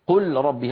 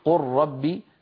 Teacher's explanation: لابد أن يقول قل ربي بإدغام اللام في الراء · Shown in: second take